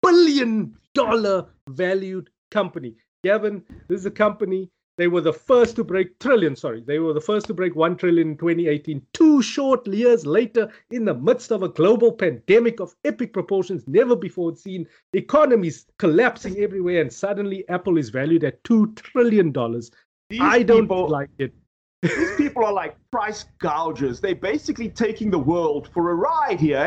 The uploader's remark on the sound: Recorded via Skype